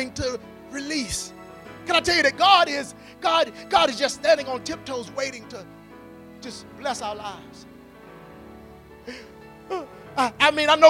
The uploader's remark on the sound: at Faith City Church in Clayton NC on Sunday, January 19, 2020.